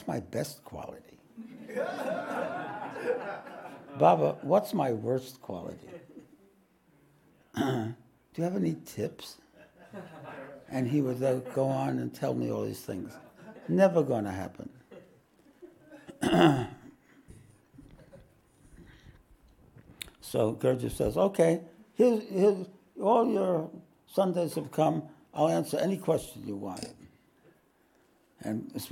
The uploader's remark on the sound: This podcast was recorded live at The Ashram in Mount Eliza on the 26th of August, 2023.